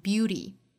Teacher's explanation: 会把中间这个字母 t 的发音把它弹一下舌发音， beauty 很像是发成了一个 d 的发音 · Term: 弹舌音